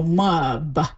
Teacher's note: what we'll do is we'll sort of insert an extra vowel between the M and the B. So mub would be more like we pronounce that.